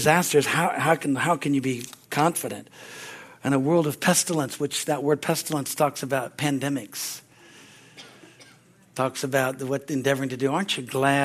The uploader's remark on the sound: from the Sunday service on October 16, 2023 at Harvest Bible Church in Stockton, California